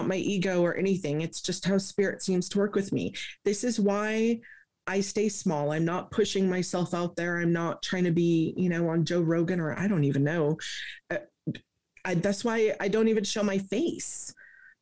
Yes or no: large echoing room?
no